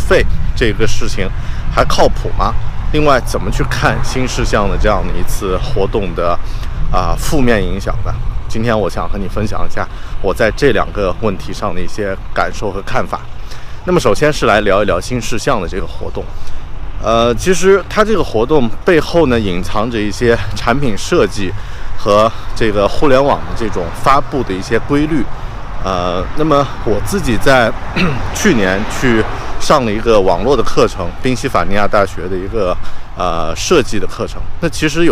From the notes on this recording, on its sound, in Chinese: 这期在上班路上录制的节目